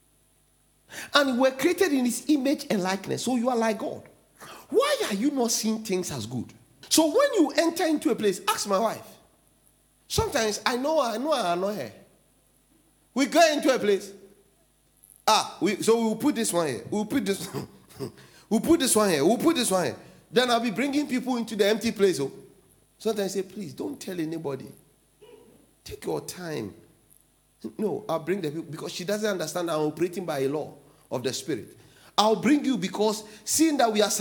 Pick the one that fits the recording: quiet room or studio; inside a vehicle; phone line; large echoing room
large echoing room